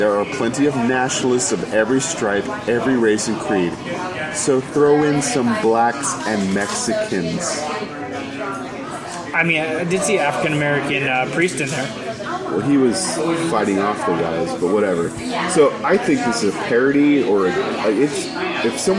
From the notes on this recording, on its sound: LIVE from Trap Door Brewing!